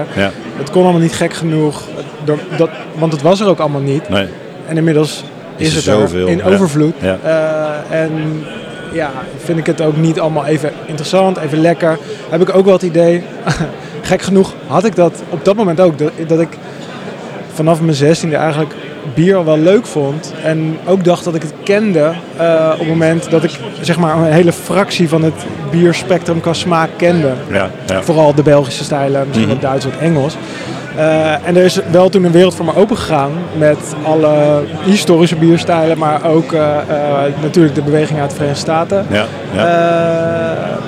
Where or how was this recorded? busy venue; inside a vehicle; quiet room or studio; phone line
busy venue